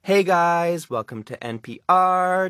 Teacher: It has that uptalk. It has the rising tone. · Term: lifestyle influencer accent